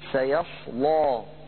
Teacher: الأمر الأول أن اللام فيها مفخمة